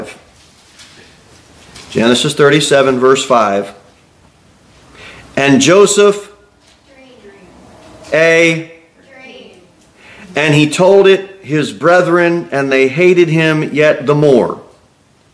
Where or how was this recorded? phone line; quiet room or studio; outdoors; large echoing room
large echoing room